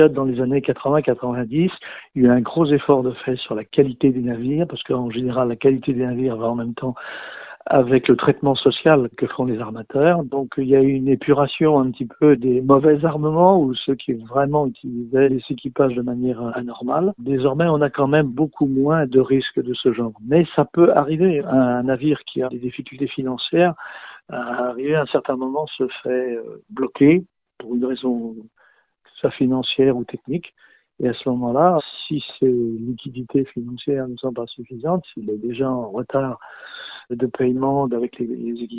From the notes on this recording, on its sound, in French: Nous avons joint par téléphone. Radio AlterNantes FM.